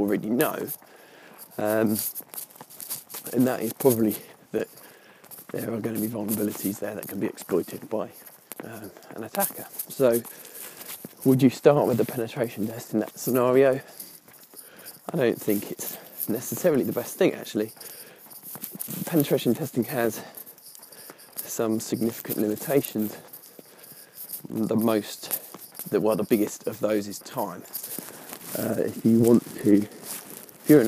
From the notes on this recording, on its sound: Usual caveats, this is unscripted, unedited, ad-hoc and recorded while walking the dog.